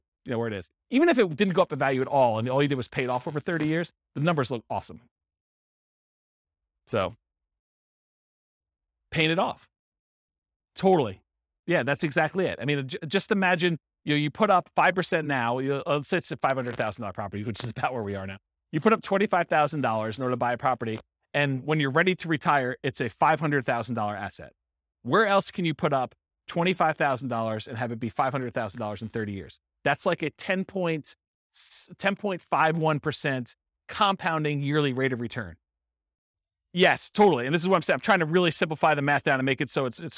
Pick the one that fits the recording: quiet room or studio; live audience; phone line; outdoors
live audience